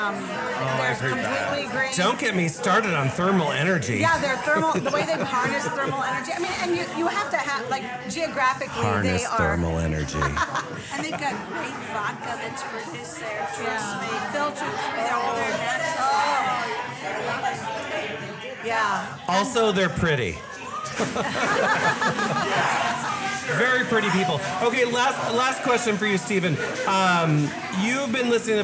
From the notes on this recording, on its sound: We had so much fun recording at Le Fern while at Tiki Caliente 14. Part 2 includes interviews with podcast listeners and event attendees.